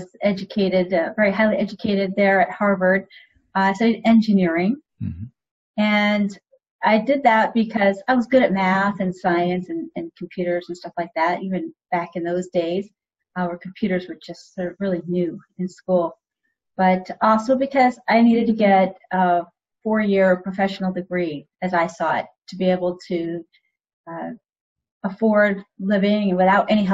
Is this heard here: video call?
yes